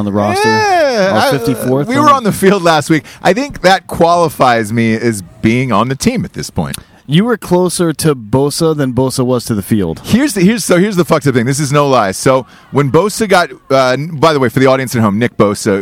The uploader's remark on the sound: Live From Penn State! Rented and RV last week to tailgate live from Penn State sponsored by Stateside Vodka with the Western PA Drinkin' Bros Chapter.